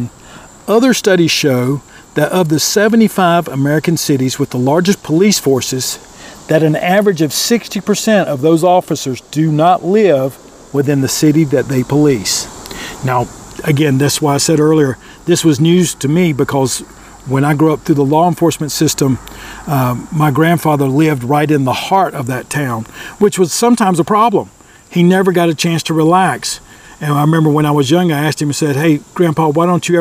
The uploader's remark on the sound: This Episode Recorded outside before practice